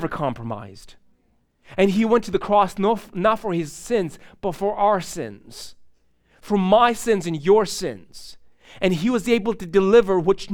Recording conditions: large echoing room